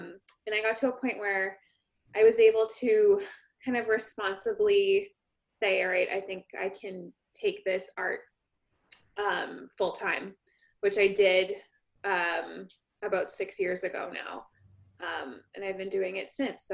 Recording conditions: video call